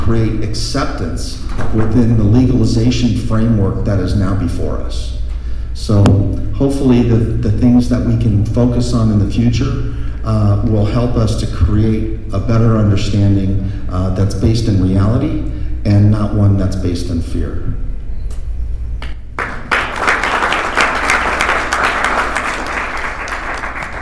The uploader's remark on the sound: Speaking at Kaya Fest 2018 in San Bernadino CA.